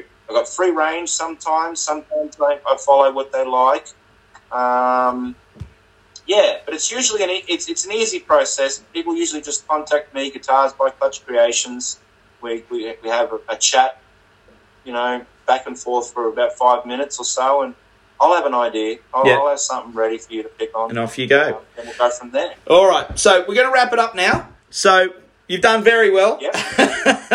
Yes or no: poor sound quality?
yes